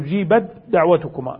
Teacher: الأحرف يقع فيها ماذا؟ يقع فيها إدغام، يعني مثل أجيبت دعوتكما، سبقت التاء الدال والتاء ساكنة والدال متحركة، فجاز الإدغام